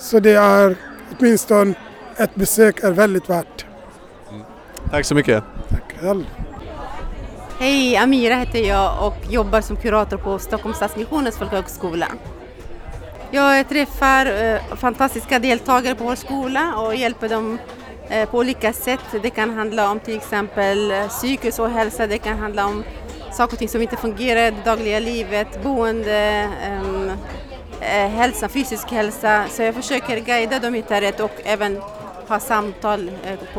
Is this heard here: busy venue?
yes